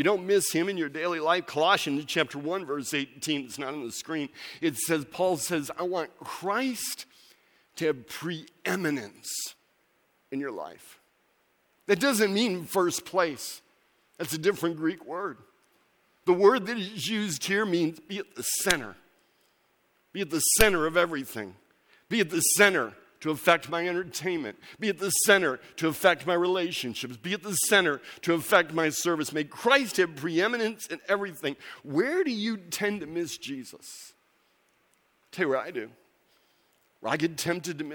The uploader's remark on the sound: Recorded December 17, 2017 at Central: A Christ-Centered Church, Ewing, NJ.